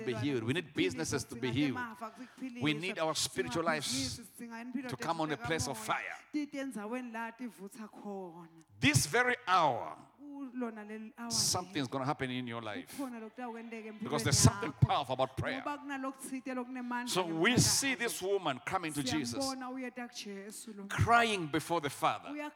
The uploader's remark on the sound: Recorded Live at the Apostolic Hub on February 6, 2022.